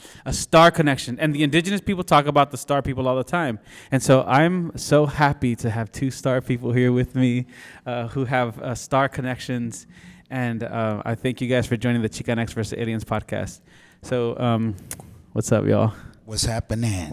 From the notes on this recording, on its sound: Live from the San Antonio Central Library for the Raza Cosmica Sci-Fi short film series.